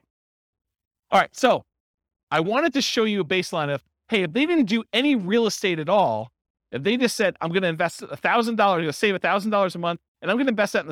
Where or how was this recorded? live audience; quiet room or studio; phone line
live audience